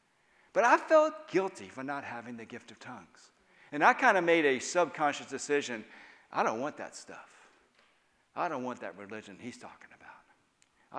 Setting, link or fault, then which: setting, live audience